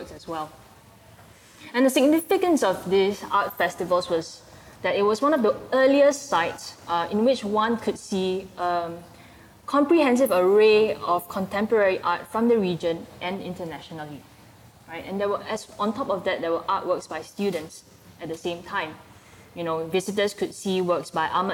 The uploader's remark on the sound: This conversation was recorded live on April 2018 at National Gallery Singapore